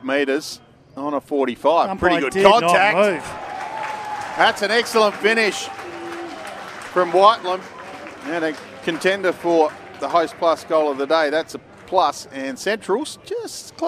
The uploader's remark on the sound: call the action for SEN SA live from X Convenience Oval at Elizabeth.